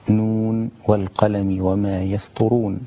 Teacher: وحرف نون من الحروف المقطعة في أوائل السور، وتمد ست حركات مشبعات